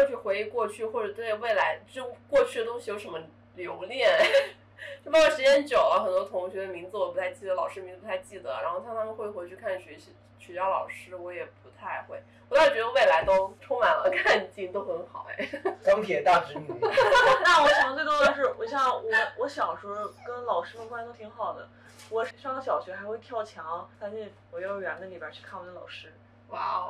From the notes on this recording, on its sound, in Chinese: 本期音质有点炸，请大家多多包涵